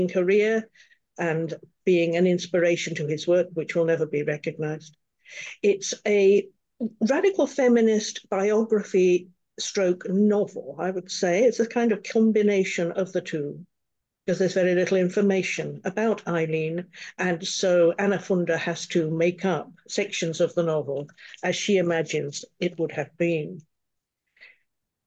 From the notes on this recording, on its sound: A live webinar on Sunday 14th Jan at 10am UK time.